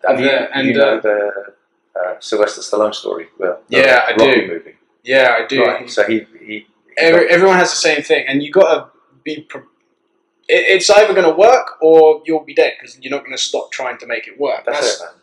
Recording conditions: poor sound quality